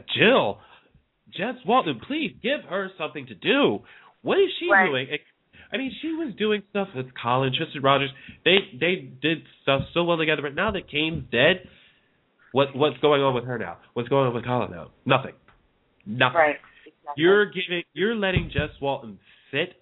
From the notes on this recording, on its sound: A discussion show where fans can call in and voice their opinions.